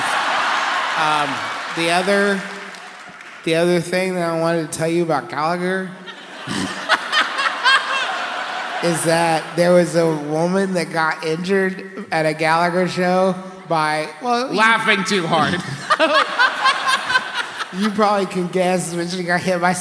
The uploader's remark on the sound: Another live show from our most recent tour: Our maiden voyage to the good city Philadelphia.